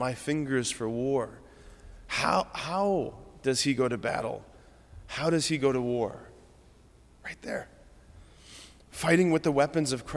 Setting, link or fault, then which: setting, large echoing room